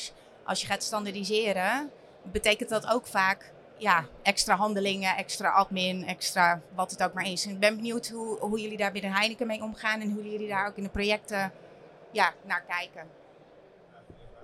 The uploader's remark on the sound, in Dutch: De aflevering is live opgenomen tijdens ICT&Logistiek in de Jaarbeurs in Utrecht